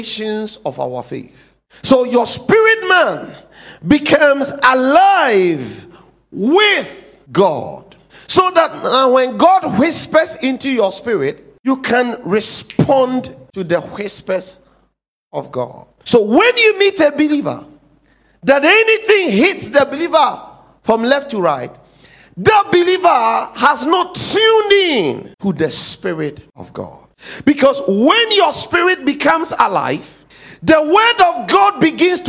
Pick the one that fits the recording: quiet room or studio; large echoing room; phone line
large echoing room